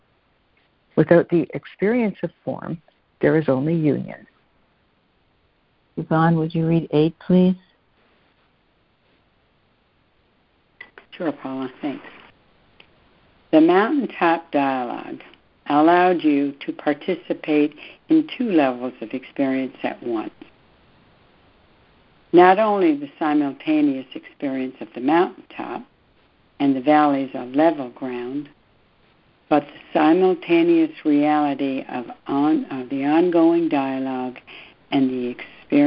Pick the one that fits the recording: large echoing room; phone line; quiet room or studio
phone line